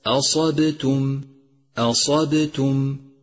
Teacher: ترقيق الهمزة وتفخيم الصاد وقلقلة الباء وترقيق التاء مع دقة لفظ ضمتها